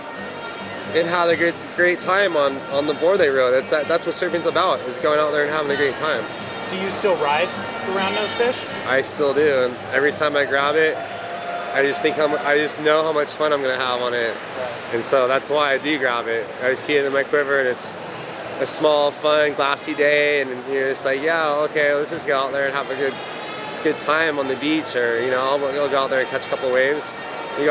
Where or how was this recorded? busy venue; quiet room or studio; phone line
busy venue